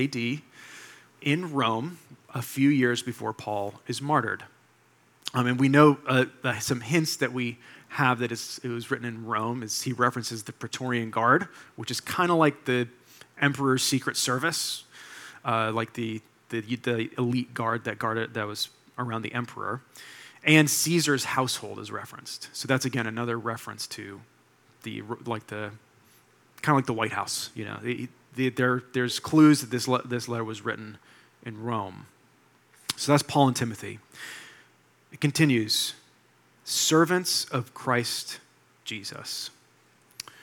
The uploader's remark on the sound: delivered this sermon for Liberti River Wards’ September 3, 2023, Sunday worship service